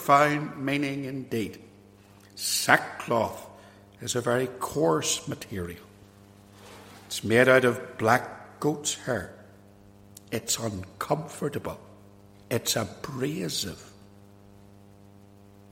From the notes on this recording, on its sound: This sermon was preached at Ballymacashon and Templepatrick Reformed Church, and was recorded at Templepatrick.